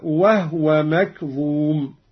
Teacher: قوله تعالى: وهو مكظوم، أسكن الهاء قالون